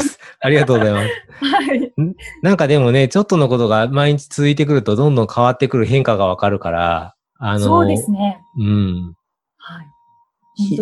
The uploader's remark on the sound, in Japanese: オンライン収録のため、通常より音声が劣りますがご了承ください